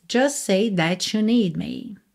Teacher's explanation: você junta os dois S's, o S do just com o S do say e come a letra T